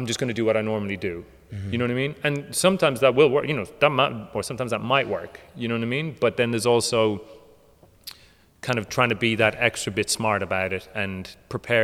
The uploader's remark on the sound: At The Ins And Outs Easter Intensive we had a Q&A